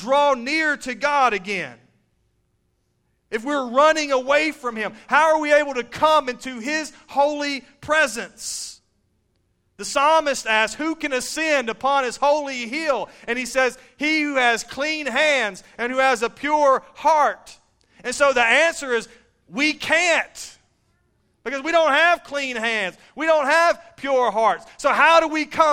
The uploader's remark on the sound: Recorded live at Shindler Drive Baptist Church.